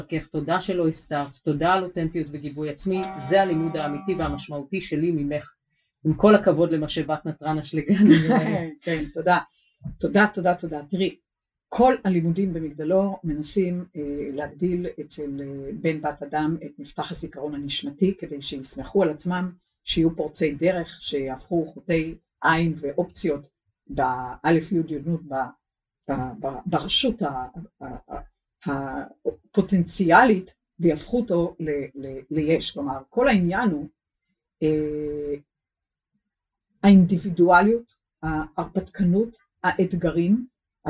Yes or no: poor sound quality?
yes